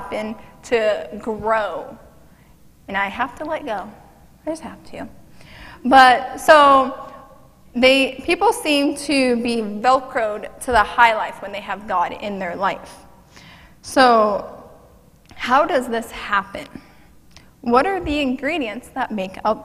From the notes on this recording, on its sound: Mt. Zion Church Live!